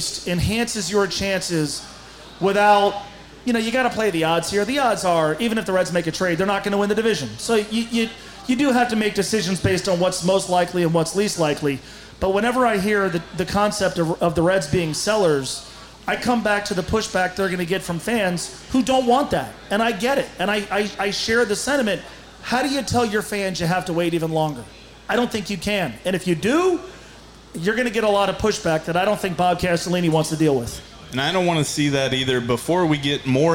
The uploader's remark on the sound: LIVE from Fretboard Brewery